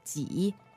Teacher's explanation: And remember, 几 is third tone. That's right. Go down and up.